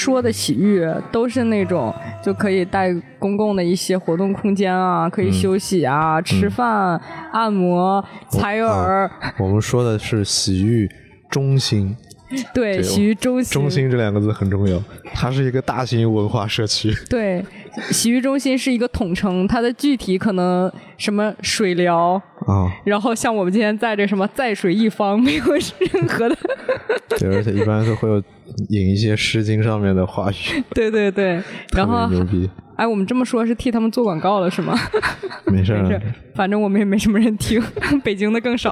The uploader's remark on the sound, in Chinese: 在洗浴中心。这也是我们第一次尝试户外开放式录制，期间受到了路人异样阳光的灼热注视，和“熊孩子”天真烂漫的喊叫声全程陪伴。